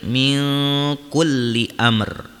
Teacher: ro yang dibaca tebal karena ro-nya diwakofkan atau disukunkan sebelumnya sukun dan sebelumnya berharokat fathah